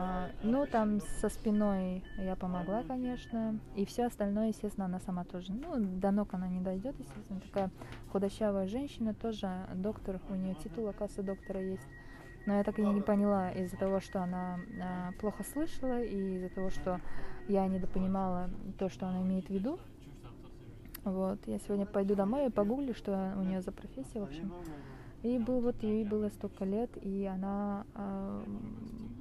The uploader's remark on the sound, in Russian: После утренней смены в поезде рассказываю о своём дне. Несмотря на качество звука и уставшей, но все же счастливой меня, решила поделиться своими впечатлениями после работы.